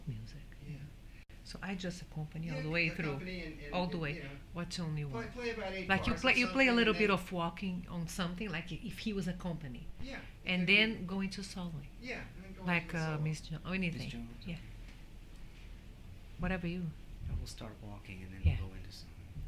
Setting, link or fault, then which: fault, background noise